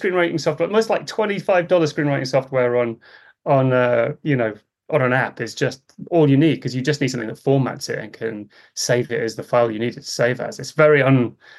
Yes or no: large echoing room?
no